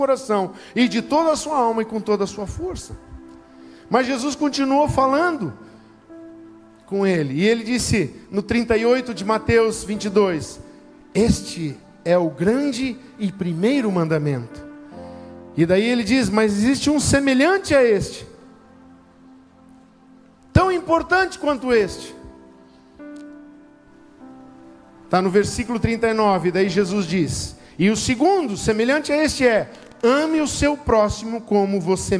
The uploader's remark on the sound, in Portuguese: Culto Especial de 29 anos Igreja ABA Blumenau. Na Igreja ABA Blumenau (Transmitido ao vivo).